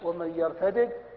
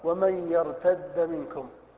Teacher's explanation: فبعض السبعة قرأوا بالفك ومن يرتدد، وبعض السبعة قرأوا بالإدغام ومن يرتد منكم